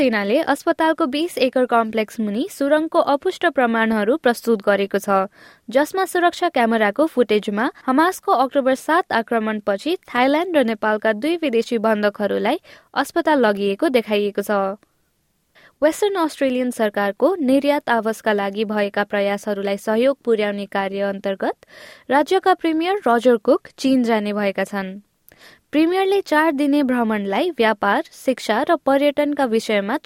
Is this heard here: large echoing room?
no